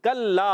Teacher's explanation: لام مشدد ہونے کی وجہ سے ذرا رک کر ادا کریں گے، ایک الف کھینچنا بھی ہے، لام الف زبر لا ہے، تو علی مدہ ہے، ایک الف کھینچنا ہے۔